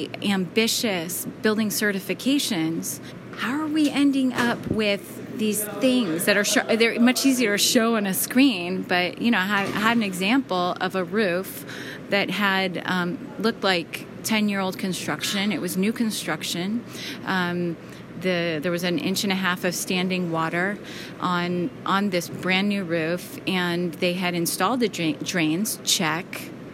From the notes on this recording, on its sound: Live from the annual ASHRAE Conference and AHR Expo in Chicago. Live from the annual ASHRAE Conference and AHR Expo in Chicago.